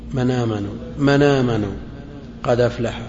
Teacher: نقل حركة الهمزة إلى ما قبلها من ساكن